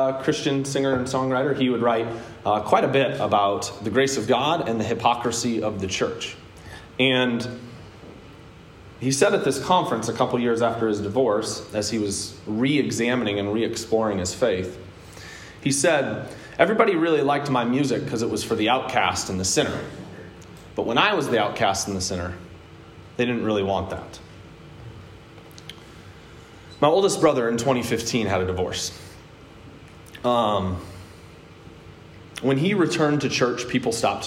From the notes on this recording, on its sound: a sermon I preached at Hope Evangelical Free Church on September 26th, 2021.